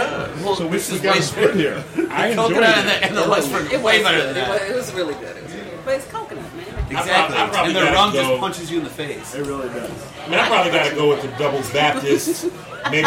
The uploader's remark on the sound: Live from Ale Mary’s in Royal Oak